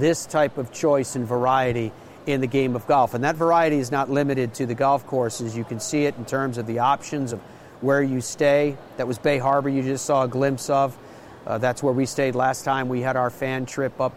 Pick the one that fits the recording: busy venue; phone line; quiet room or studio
busy venue